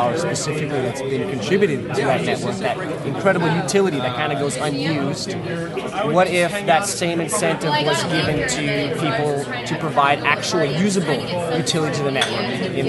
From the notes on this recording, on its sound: This weeks program was mostly recorded at the First Annual Texas Bitcoin Conference which took place this week in Austin, TX.